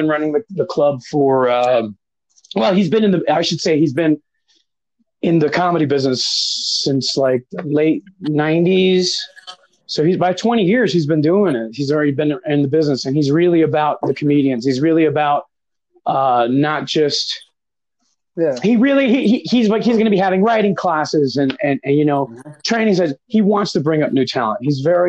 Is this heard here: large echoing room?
no